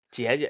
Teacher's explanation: 姐是一个上声，然后姐姐它其实就变成了入声的那种感觉哈，就也是往下砸了